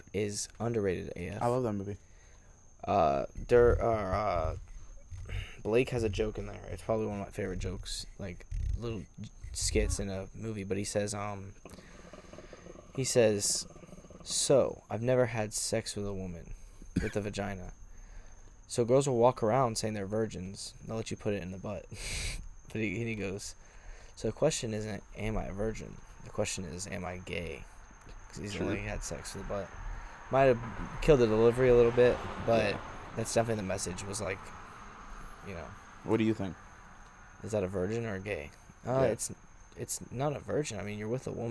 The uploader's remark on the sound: Recorded on Halloween, and on the porch.